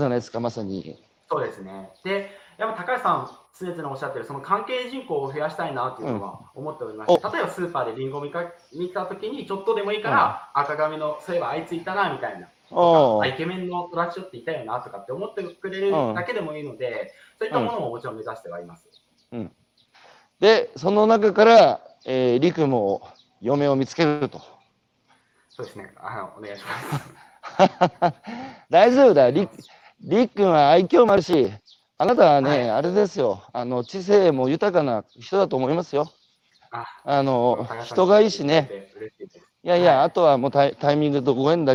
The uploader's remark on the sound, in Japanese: 長野市のリンゴ農園「株式会社フルプロ」。歩きながら1時間、対談する。